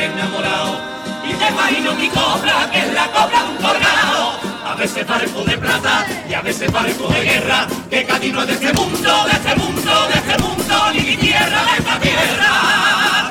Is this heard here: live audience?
yes